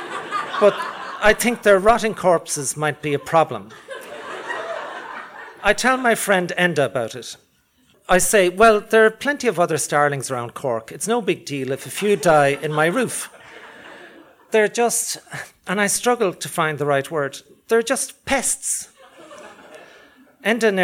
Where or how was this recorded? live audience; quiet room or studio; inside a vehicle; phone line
live audience